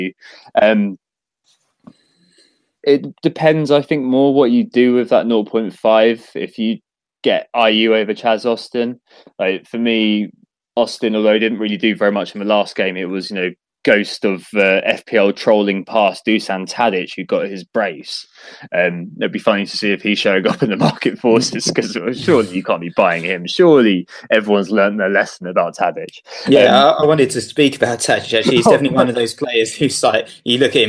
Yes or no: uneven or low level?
no